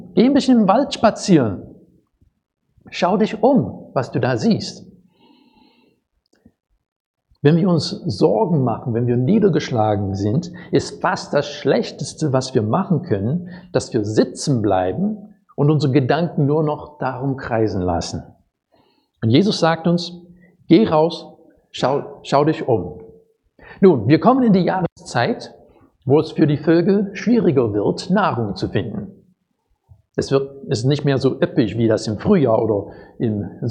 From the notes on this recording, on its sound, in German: Predigt aus dem Gottesdienst